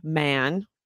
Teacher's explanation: in American English, it's raised. We make it into a diphthong, which means there are two sounds there before every nasal consonant. So for example, when we say man, you can hear how the vowel changes. · Term: short A sound